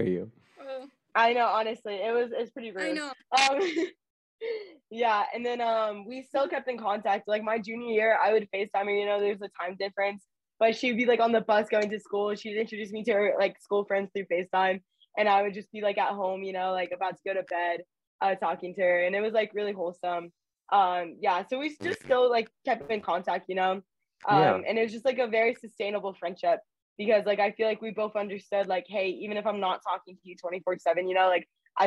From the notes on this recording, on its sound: Please excuse any distorted audio due to connection issues